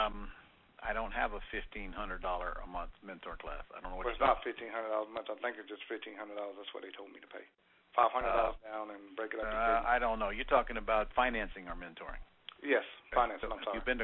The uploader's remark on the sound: Q&A Call